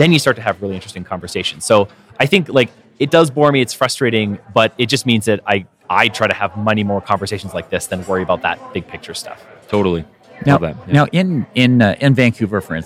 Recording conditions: busy venue